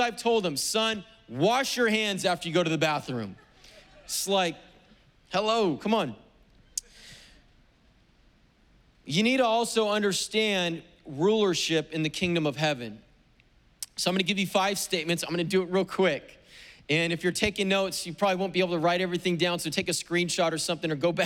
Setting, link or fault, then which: setting, large echoing room